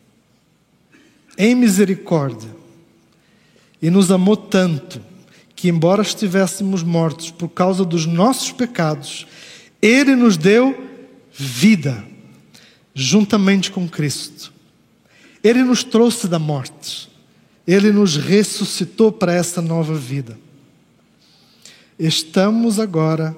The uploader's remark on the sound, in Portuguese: Culto ao vivo IBMorumbi